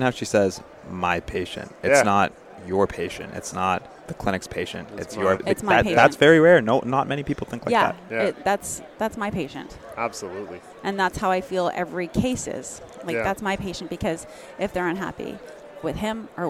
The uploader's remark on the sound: Back again to our guests at our 2023 ODA ASM Conference booth